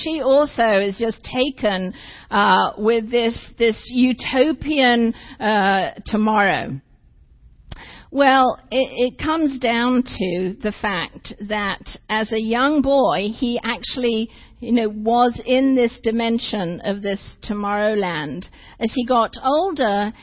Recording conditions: large echoing room